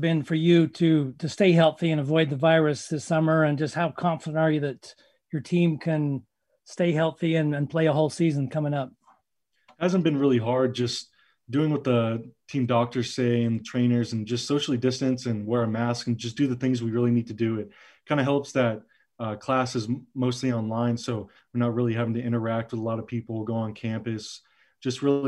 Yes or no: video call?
yes